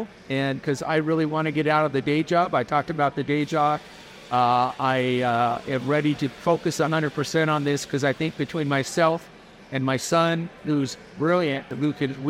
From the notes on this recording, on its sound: recorded at DME 2023